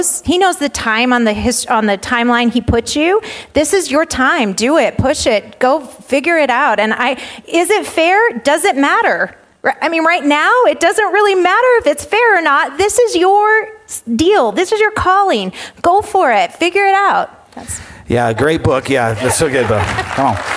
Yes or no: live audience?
yes